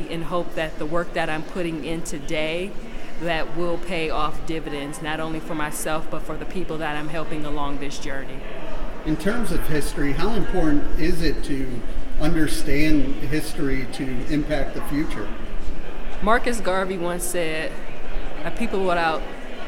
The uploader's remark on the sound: The interview took place during the 2023 Podcast Movement Conference in Denver, Colorado.